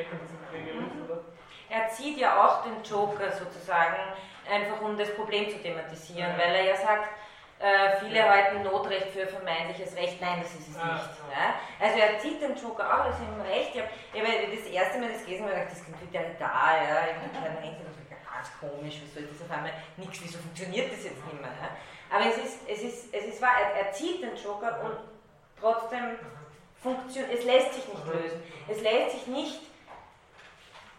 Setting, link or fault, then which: setting, large echoing room